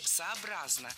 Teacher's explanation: Правильное ударение в этом наречии – сообразно. Ударяем третий слог.